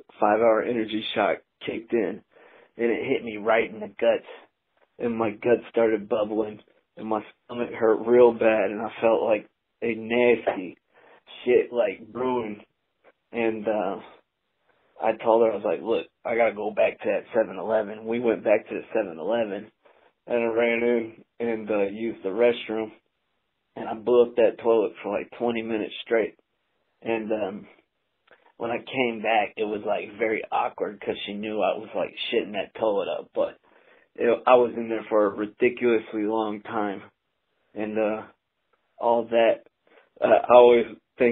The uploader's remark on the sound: talks on the phone with us today